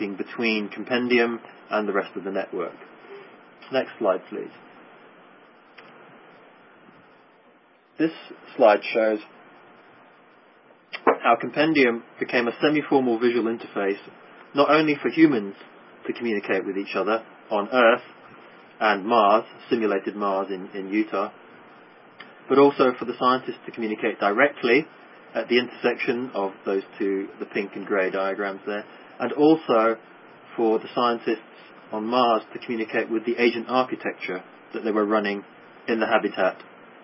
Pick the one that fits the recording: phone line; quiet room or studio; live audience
phone line